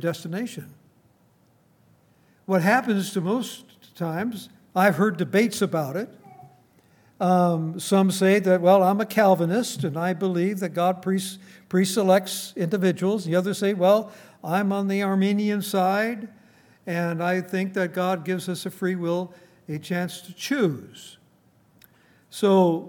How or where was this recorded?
large echoing room